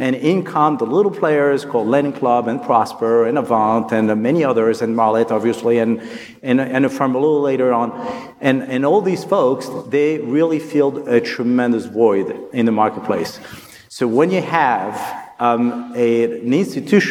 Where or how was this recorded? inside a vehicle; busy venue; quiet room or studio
busy venue